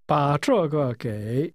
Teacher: 把 is pronounced with a falling, rising tone.